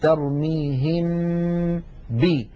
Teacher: لما نبدأ بنطق الباء لا غنة في هذه الباء، بل الغنة باقية في الحرف الأول وهو الميم · Term: الإخفاء